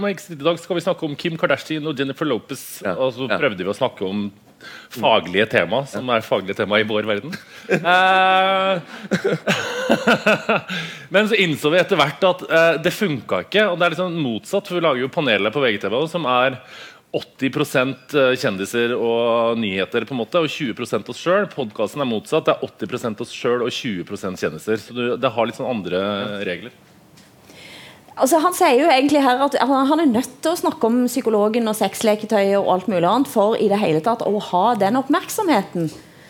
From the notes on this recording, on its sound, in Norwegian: Økonomifestival. Sted: Holmen bar, KÅKÅnomics 2019.